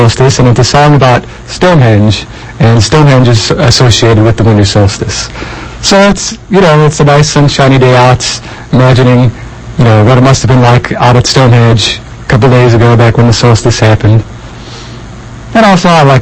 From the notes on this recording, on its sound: inexplicable muffling and peaking of today’s audio